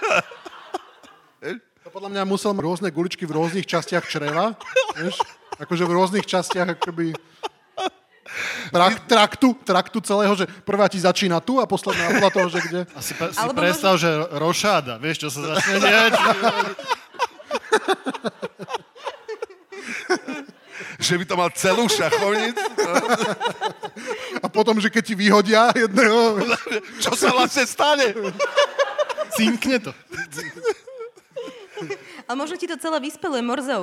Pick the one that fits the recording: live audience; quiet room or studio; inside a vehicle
live audience